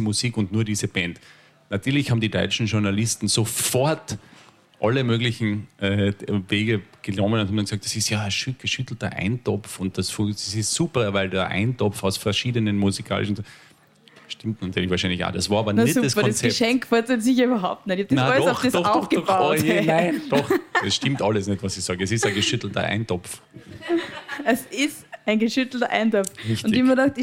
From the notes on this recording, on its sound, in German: Vor Publikum ein Gespräch im Wiener Badeschiff geführt.